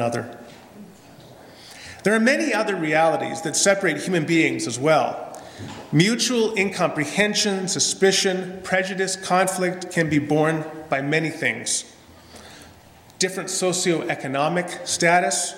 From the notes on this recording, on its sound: This is a sermon I preached at Lendrum Mennonite Church in Edmonton, AB on Pentecost Sunday 2017.